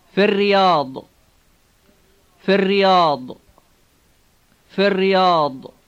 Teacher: Notice how the word fi is shortened, and notice the strongly rolled double R sound